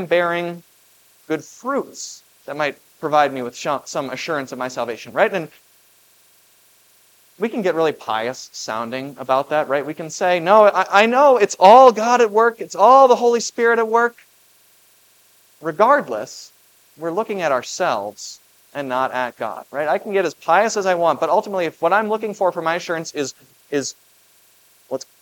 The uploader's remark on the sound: was preached at Grace of God Lutheran on October 15, 2023